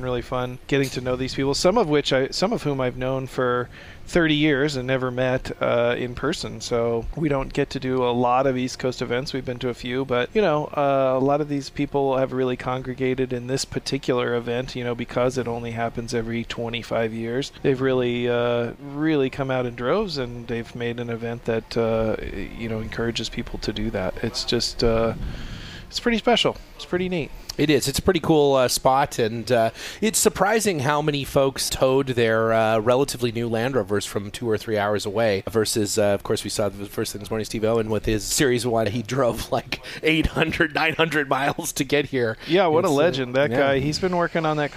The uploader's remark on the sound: We’re live from the Podcast Hot Stove Lounge at the ANARC 75th Dimond Jubilee celebration at the Greek Peak mountain resort in Cortland New York. We kick off the four day long event.